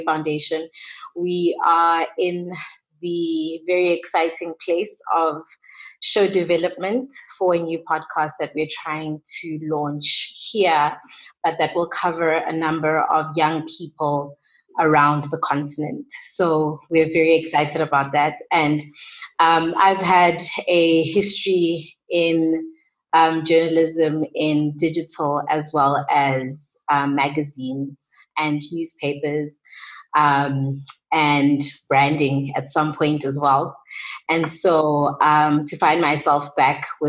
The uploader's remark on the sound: Africa Podfest virtual panel discussion. A virtual panel discussion arranged by Africa Podfest.